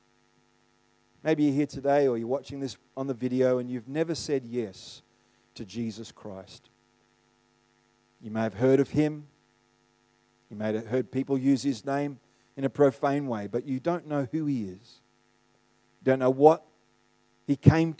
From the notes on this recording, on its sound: The live stream of Destiny Church Atherton.